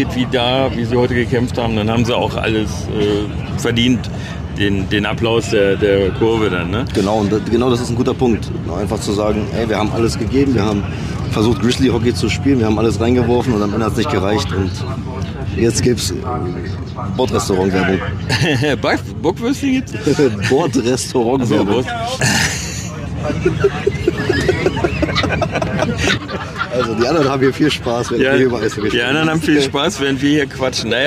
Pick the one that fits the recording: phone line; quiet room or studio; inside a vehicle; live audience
inside a vehicle